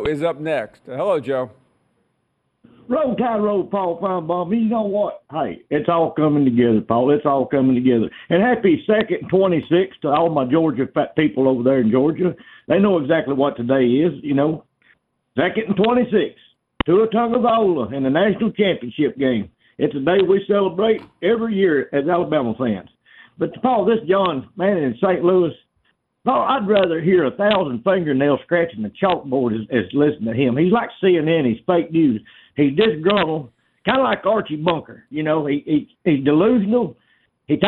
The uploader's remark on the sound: Final hour of the show and we get a bunch of favorites call